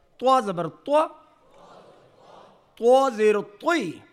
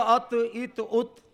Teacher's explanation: मैं आपको पढ़ा रहा हूँ, त्वा जबर त्वा, त्वा जेरो त्वी, मुंह भर कर मोटी आवाज, जबान की जड़ और जबान का सेंटर ऊपर उठाएंगे आवाज भारी और मोटी हो जाएगी · Shown in: first take · ये तरीका है, त्वा जबर त्वा, त्वा जेरो त्वी, त्वा